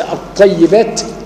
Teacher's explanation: شوف أقى يعني لام هنا طبعا راحت، طبعا إضغام كامل بغير غنة، يعني دخلت اللام في الحرف اللي بعدها ونطقت الحرف الثاني مشددا